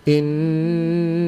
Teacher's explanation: Kenapa dikecualikan mim dan nun? Karena mim dan nun yang bertasydid itu dia didengungkan terlebih dahulu